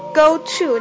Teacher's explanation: 那个 to 呢在句子中间，我们一般把它不要读得太重，可以读成一个 t、一笔带过就可以了